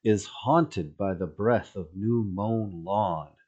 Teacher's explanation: A little bit of a promoted stress, right, on the second syllable of the second foot of that line